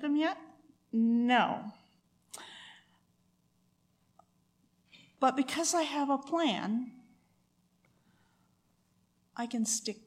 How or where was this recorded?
large echoing room